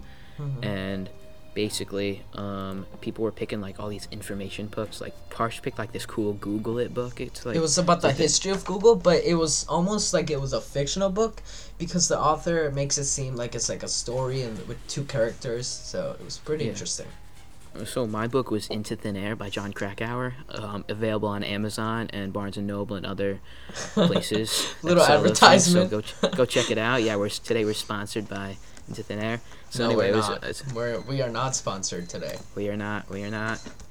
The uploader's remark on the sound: Background Noises Included